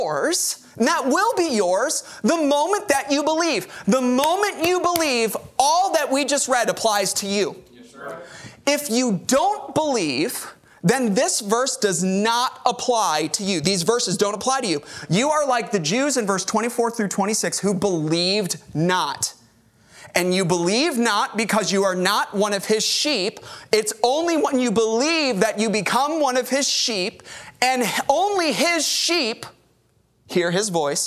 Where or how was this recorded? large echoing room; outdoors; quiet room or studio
large echoing room